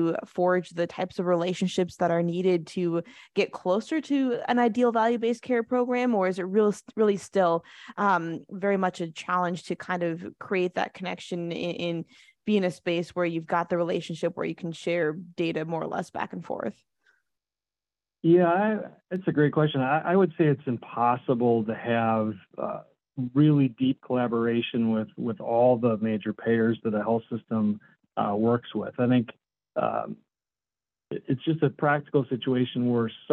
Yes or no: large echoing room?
no